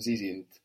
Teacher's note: D on the end, they're also sounding hard, sounding like a T